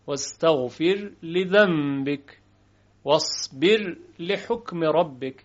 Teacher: را رو ترقیق میکنیم و ساکن اظهارش میکنیم واستغفر لذنبك واصبر لحکم ربك، حرف را به وضوح شنیده میشه. · Term: وجه اظهار